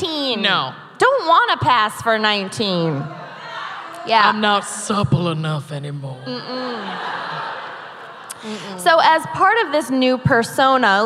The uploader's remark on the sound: Live from Dallas. Dallas LIVE.